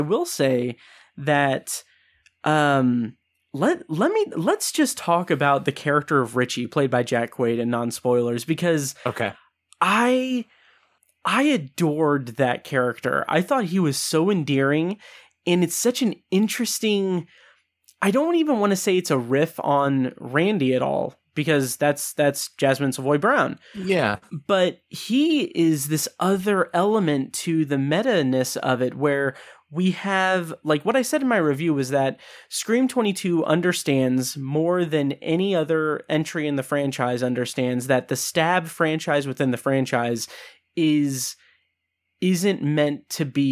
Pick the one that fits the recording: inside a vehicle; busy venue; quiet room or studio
quiet room or studio